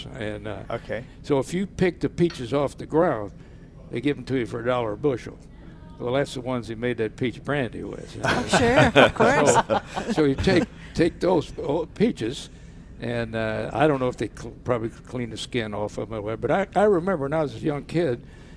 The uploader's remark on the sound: Live at Prairie Gardens